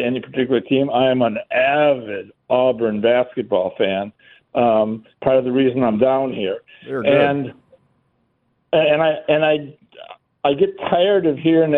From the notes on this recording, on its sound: more of your phone calls.